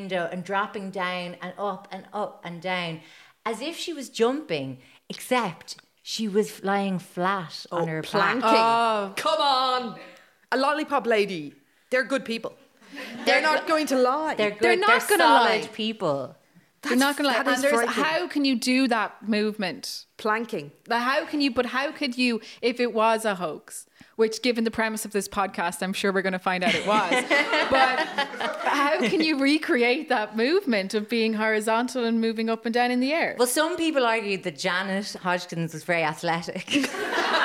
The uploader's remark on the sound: We did another live show!